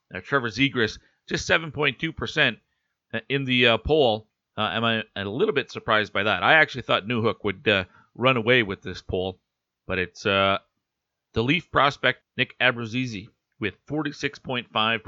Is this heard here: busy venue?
no